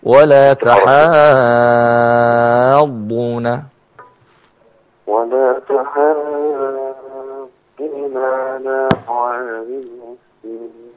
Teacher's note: مد وبعديه شده لابد ان يمد ست حركات